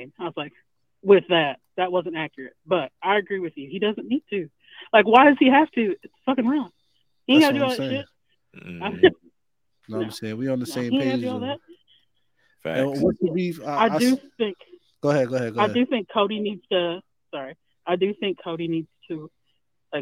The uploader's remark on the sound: we take your calls LIVE on air